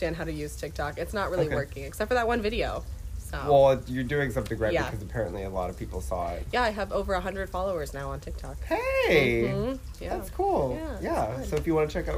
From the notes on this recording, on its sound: enjoy the beautiful weather outdoors